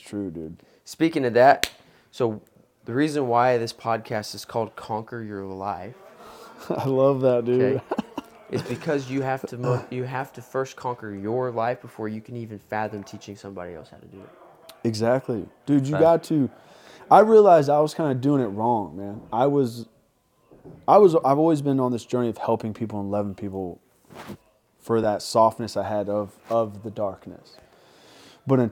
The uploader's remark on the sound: we hit record on an imprompt chat at a Phoenix house party